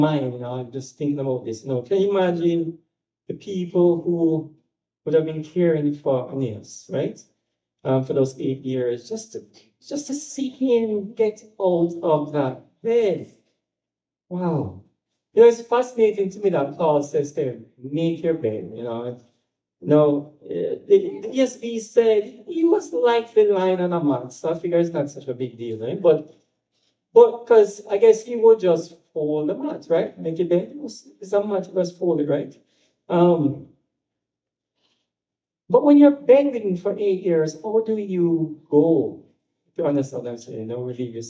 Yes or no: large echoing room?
yes